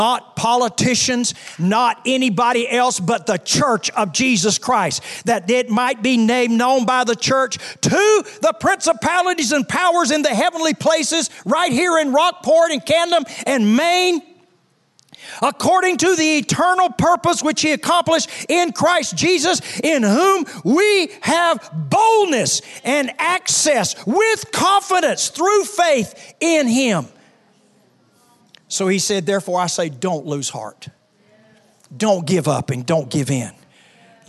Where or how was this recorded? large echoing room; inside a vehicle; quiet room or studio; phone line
large echoing room